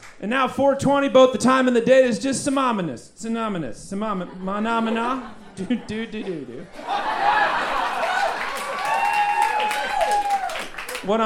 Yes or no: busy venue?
yes